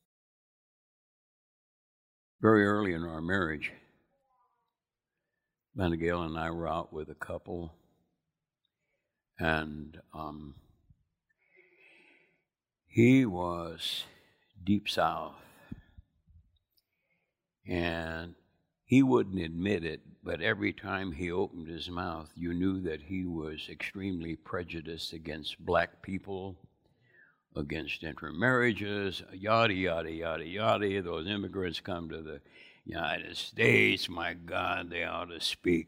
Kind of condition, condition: setting, large echoing room